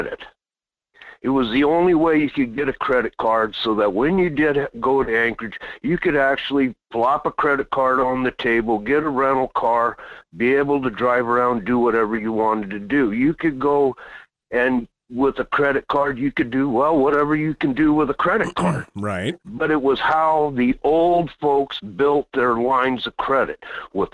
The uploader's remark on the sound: throw the phone lines open and take some calls from you